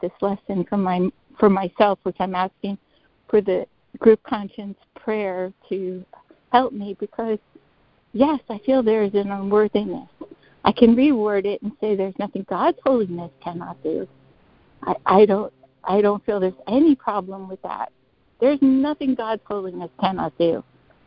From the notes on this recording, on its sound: ACIM Daily Conference Call.